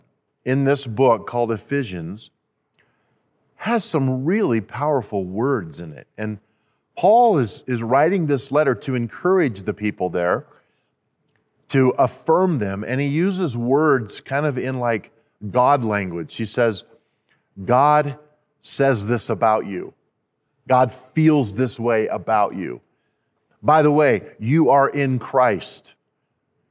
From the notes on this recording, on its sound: At Timberline Church. Live.